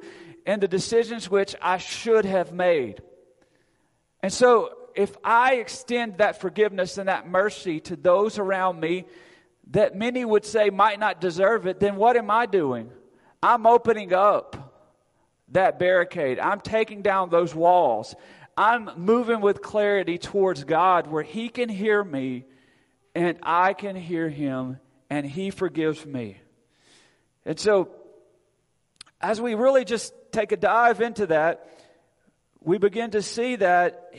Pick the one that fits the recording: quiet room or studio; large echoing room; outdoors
large echoing room